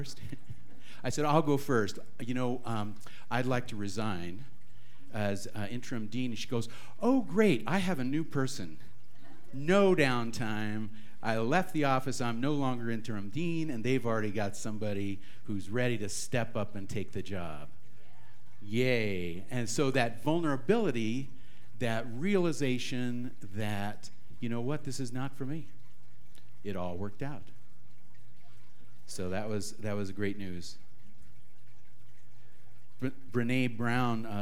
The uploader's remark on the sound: This talk was recorded live at the Center for Spiritual Living Prescott.